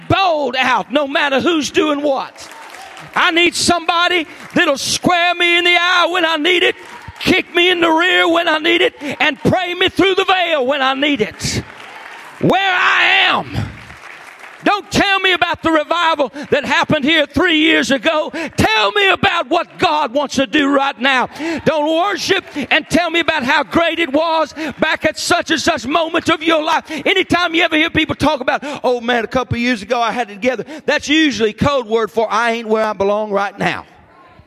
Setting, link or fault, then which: setting, large echoing room